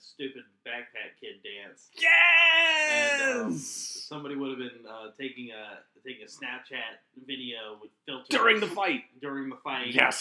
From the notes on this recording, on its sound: Please note that we had some microphones die on us so we had to switch to a different set-up to record this podcast. We apologize for the less than perfect sound quality.